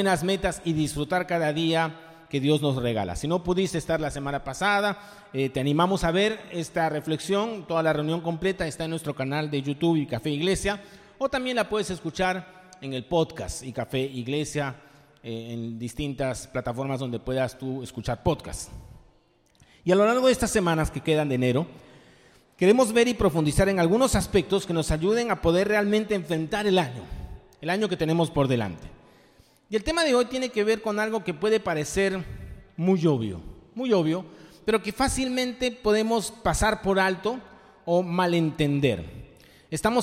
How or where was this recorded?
live audience